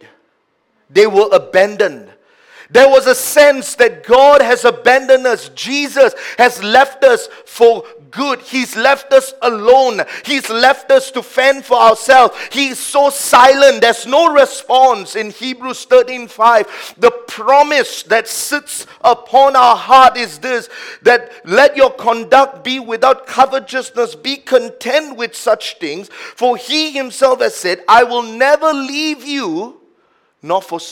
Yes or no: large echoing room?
yes